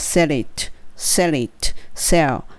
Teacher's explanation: sell で歯の裏に、えー、とベロが当たって止まりますよね